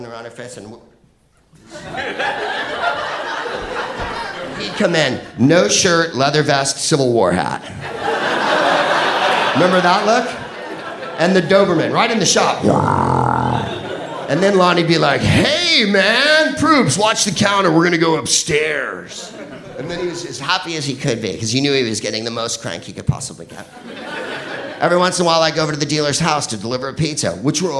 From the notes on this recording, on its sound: Live from San Francisco. Sketchfest show.